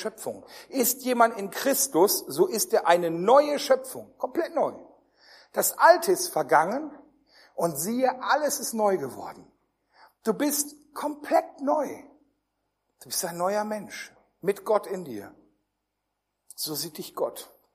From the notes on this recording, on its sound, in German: Der erste Teil einer Predigtreihe die im Rahmen einer Jugendmitarbeiterschule gehalten wurde